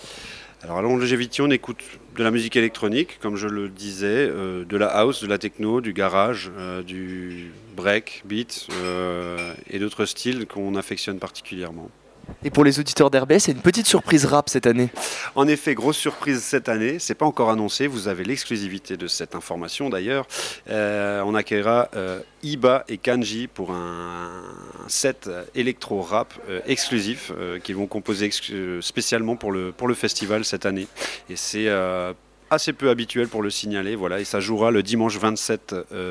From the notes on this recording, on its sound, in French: À la conférence de presse du nouveau Longevity Festival. Réalisé en direct dans Le 16-18.